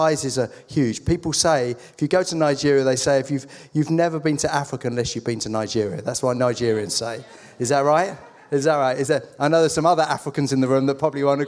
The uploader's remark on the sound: At our Putnoe venue.